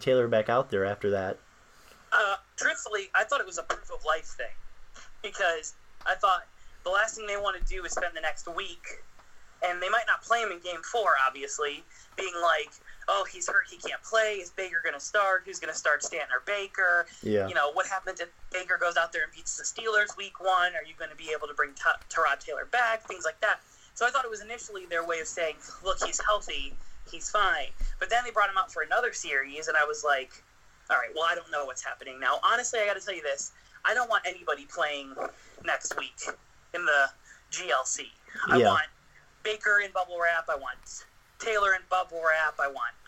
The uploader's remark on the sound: We had some audio issues throughout the show so we apologize!